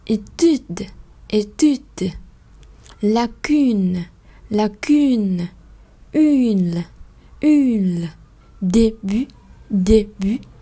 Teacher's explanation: Các bạn thấy là cái âm nó hơi lên một chút chứ các bạn đừng có để cho nó ngang quá và xuống quá